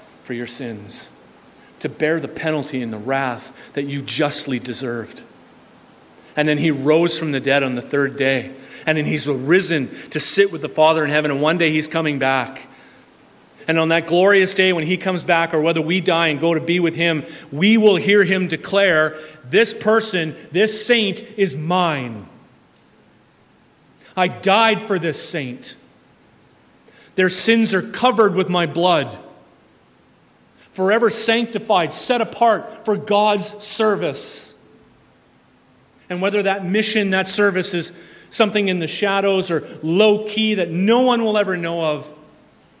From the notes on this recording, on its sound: This sermon was preached at New West Community Church, British Columbia.